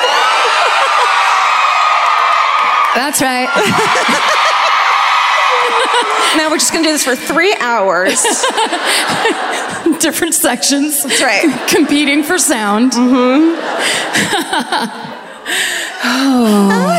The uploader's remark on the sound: Live at the Queen Elizabeth Theatre in Vancouver